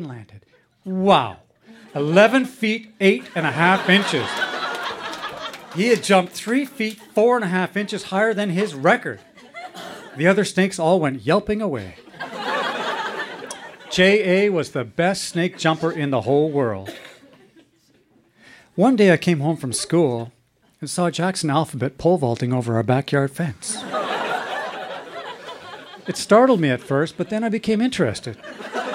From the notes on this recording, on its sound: Recorded live at Yuk Yuk's in Ottawa, ON.